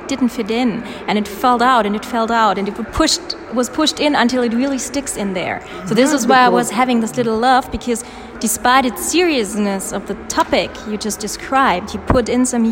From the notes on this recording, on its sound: while walking through his current solo exhibition